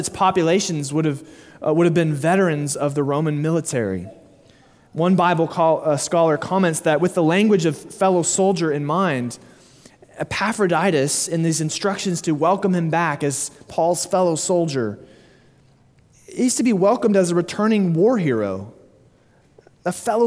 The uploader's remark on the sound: Sermon delivered at Immanuel Baptist Church in Springdale, AR